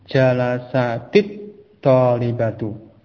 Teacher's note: maka sukun tersebut diubah menjadi kasrah ya, untuk menghindari bertemunya dua huruf yang sukun